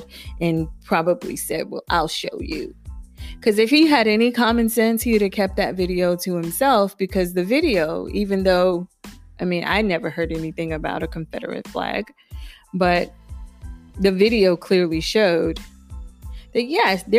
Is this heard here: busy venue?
no